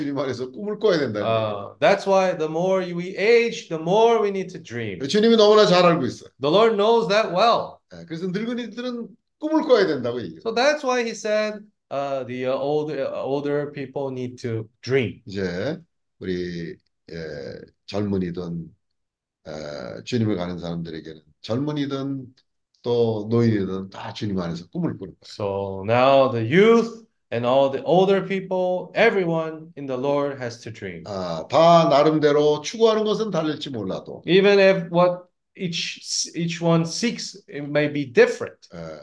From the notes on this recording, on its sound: zoom meeting